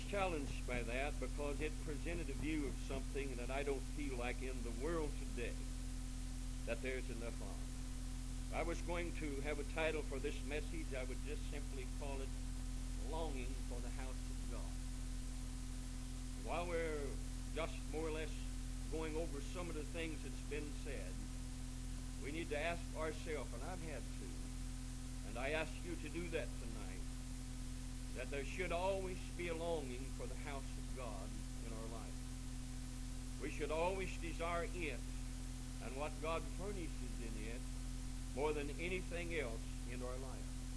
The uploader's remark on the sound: This recording is really quiet.